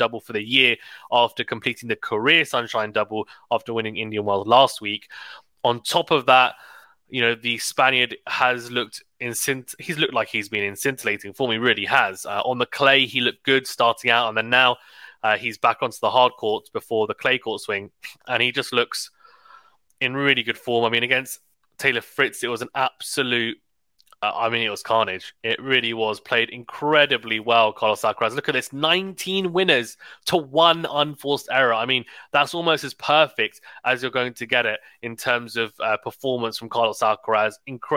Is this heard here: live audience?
no